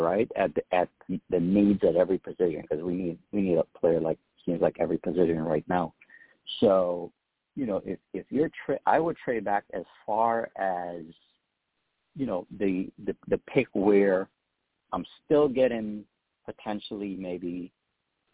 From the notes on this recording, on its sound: I also take live callers!